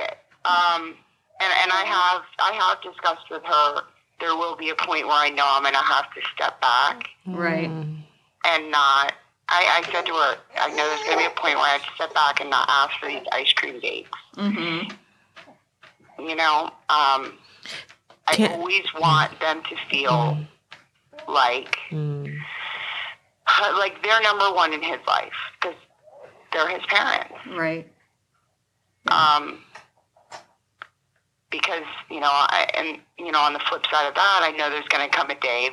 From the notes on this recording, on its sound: Joins us over the telephone.